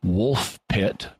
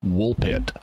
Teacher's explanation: And that means that in getting ready to make the P sound in pit and then the consonant afterward, the vowel afterwards, it's very easy for the F sound in wolf to get lost. · Shown in: second take